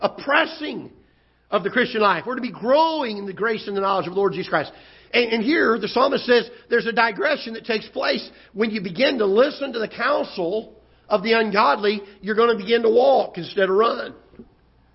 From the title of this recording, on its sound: Ketha Heights Baptist Church ~ Live Broadcast